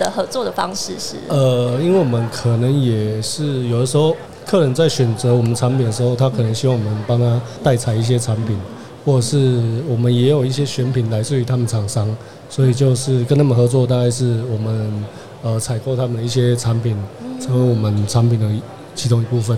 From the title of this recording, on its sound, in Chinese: 2022 Taipei Cycle台北國際自行車展-Live Podcast